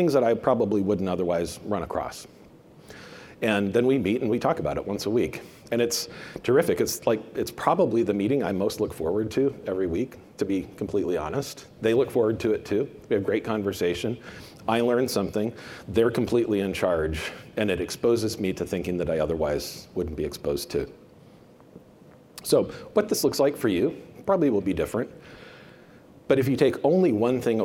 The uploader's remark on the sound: a presentation from the Banknote and Currency Conference